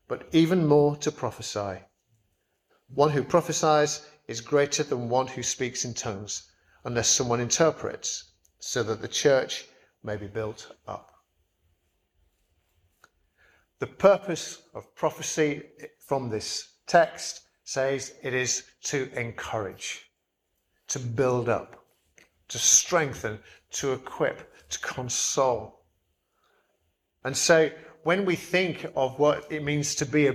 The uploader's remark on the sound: Preached at St Barnabas, Swanland on 11th June 2023